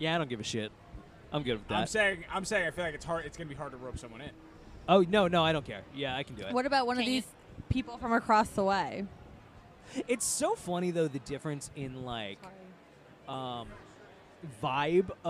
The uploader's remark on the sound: Goof around for an hour live from their booth at ParaConn II in Ansonia, Connecticut. Hear ghost stories from convention goers.